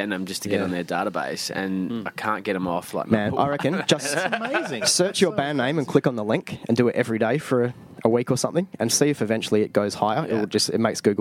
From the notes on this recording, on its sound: This is the recording from the first Claim The Throne Live Blodgecast held at The Hen House, Osborne Park. Joined by 6 local musos for a chat.